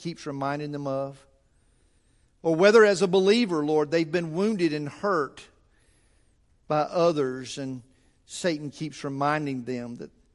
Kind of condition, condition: setting, large echoing room